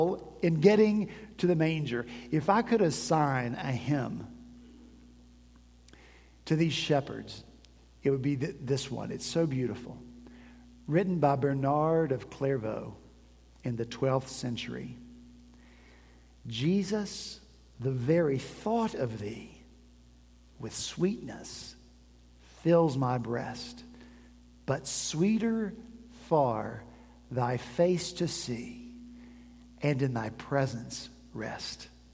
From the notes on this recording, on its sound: At Redeemer Presbyterian Church in Charleston, SC